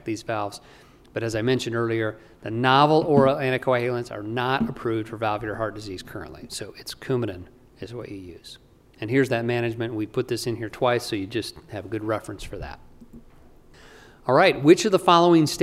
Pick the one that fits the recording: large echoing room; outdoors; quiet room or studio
large echoing room